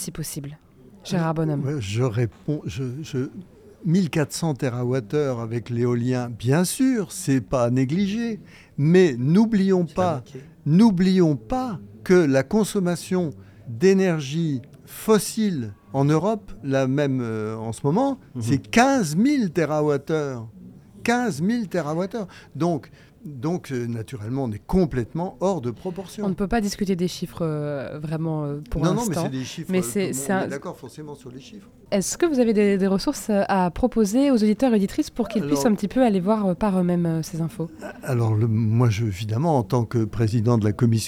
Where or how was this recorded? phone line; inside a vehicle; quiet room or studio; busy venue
busy venue